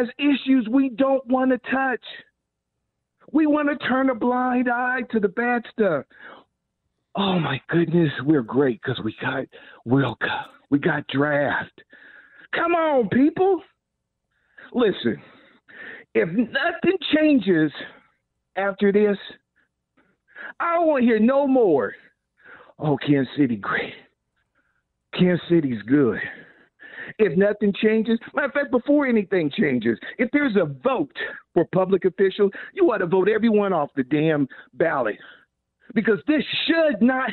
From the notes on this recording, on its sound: Taking fans phone calls